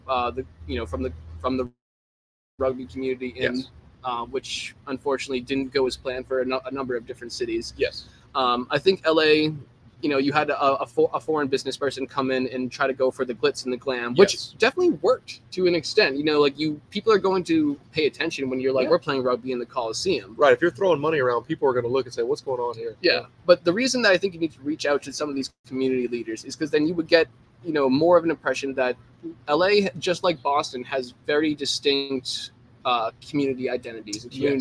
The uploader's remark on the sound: on location at Sonny Mcleans's in Santa Monica, CA!